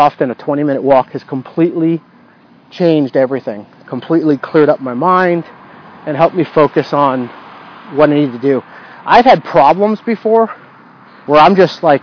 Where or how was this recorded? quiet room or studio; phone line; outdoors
outdoors